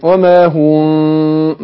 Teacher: في انفراج يسير بين شفتين وما هم مع الغنة حركتين